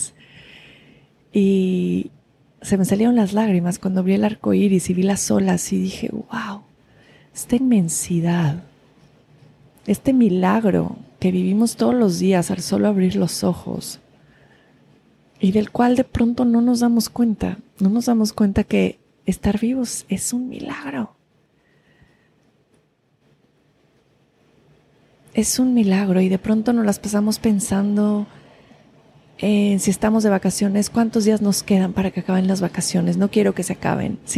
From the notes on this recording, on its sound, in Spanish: Desde el mar. Con el sonido de las olas de fondo.